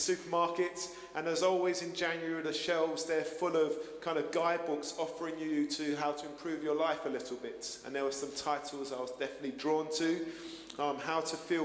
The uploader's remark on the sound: Streamed live at St Paul's Shadwell on Sunday, 7 January 2024